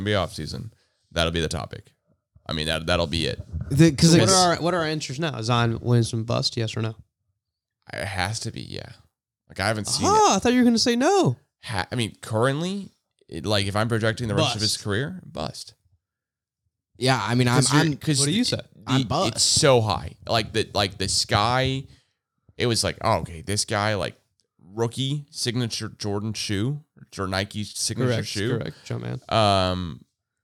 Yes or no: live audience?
no